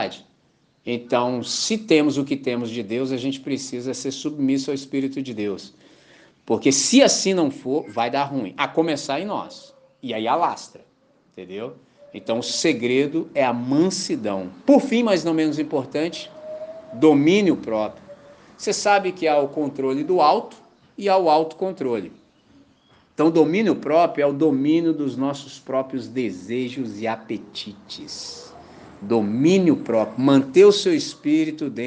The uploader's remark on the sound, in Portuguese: Gravado na manhã de Domingo, 10 de Dezembro com a Missão Batista em Candelaria, Volta Redonda, RJ.